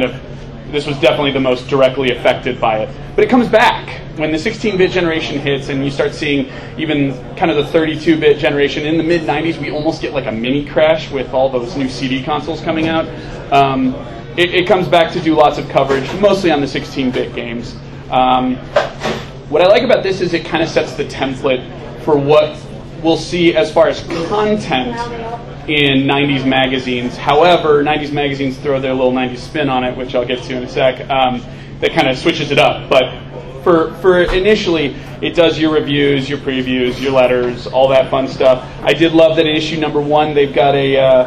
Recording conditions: background noise